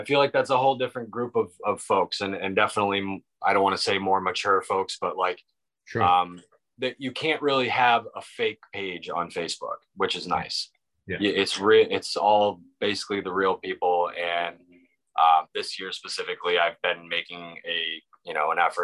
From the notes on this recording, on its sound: This week we connected via Zoom